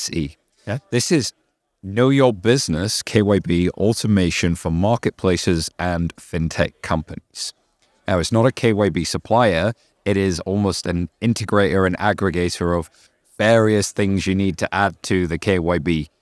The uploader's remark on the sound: The pair are live at the Fintech Meetup conference in Las Vegas.